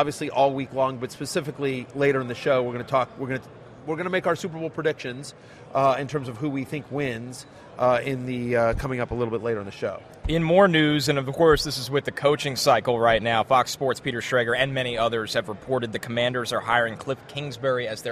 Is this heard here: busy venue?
yes